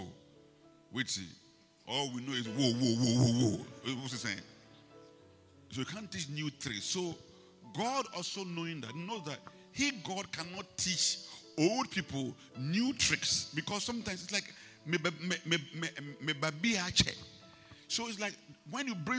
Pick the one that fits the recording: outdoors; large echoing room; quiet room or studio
large echoing room